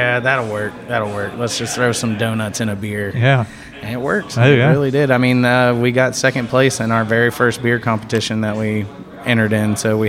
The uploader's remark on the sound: Recorded at Secret Sagittarius Bierworks in Pensacola.